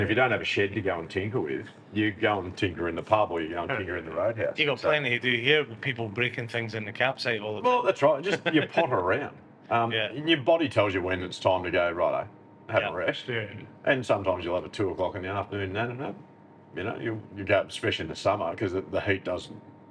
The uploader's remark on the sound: Recorded literally at the bar of the Transcontinental Hotel , Oodnadatta. PUBCAST - Transcontinental Hotel, Oodnadatta. Recorded literally at the bar of the Transcontinental Hotel , Oodnadatta. This is a light hearted chat between a few lads at the bar.